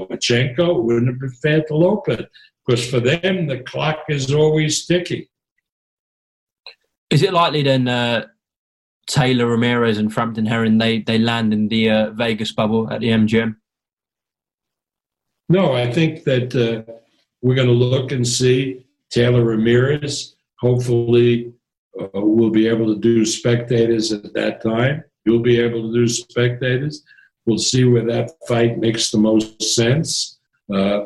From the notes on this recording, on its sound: Via Zoom.